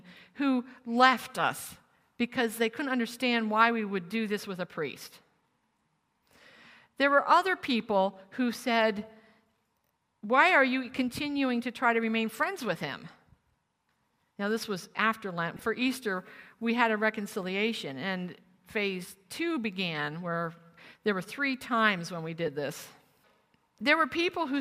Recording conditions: live audience